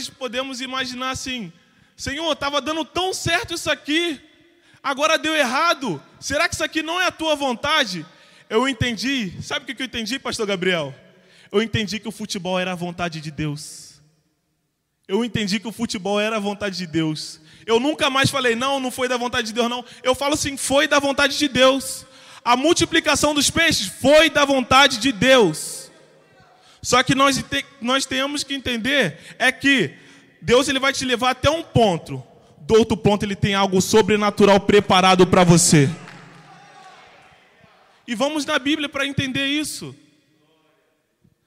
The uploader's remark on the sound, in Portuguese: CULTO DE LOUVOR E PALAVRA AO VIVO.